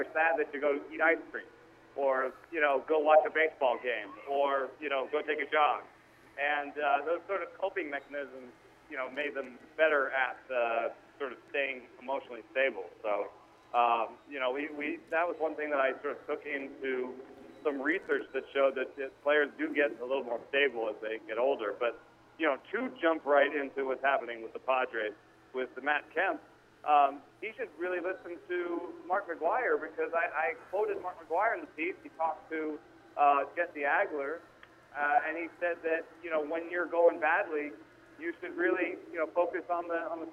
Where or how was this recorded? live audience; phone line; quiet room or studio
phone line